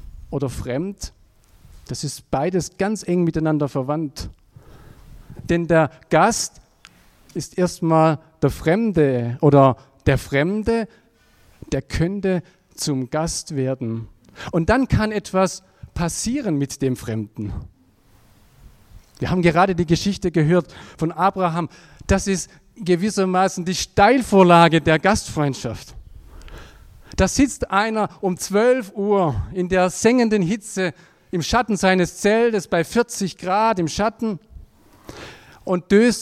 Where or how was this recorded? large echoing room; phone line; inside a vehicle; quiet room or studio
large echoing room